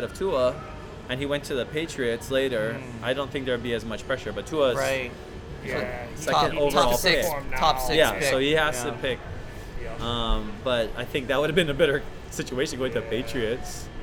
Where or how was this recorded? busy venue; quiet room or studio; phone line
busy venue